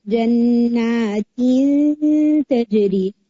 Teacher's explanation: اس میں کسرہ کو بھی باریک رکھیں اور جو آپ کا اخفا ہے اس کو بھی لائٹ رکھیں